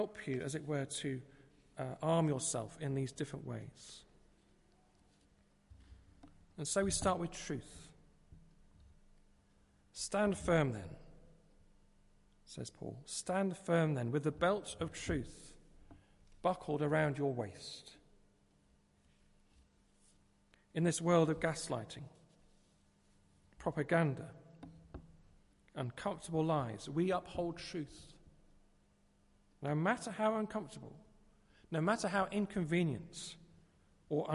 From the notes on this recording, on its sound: Christ Church, Bayston Hill (UK)